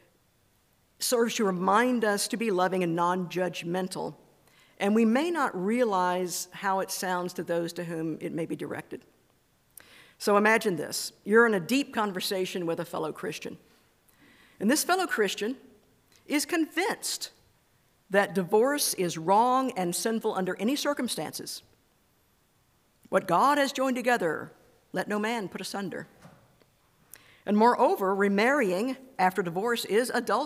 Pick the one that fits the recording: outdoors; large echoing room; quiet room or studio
large echoing room